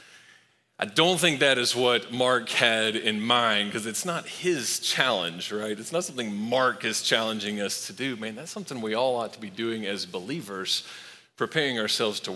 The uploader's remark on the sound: Recorded live at Long Hollow Church on April 4, 2023.